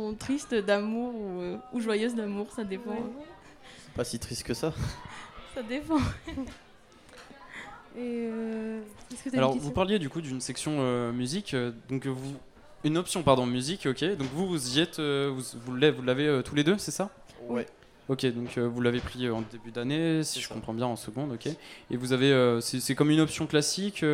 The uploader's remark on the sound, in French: Delta Fm est présente sur le Nouveau Festival 2022, les 11 et 12 mai, au Rocher de Palmer à Cenon (33).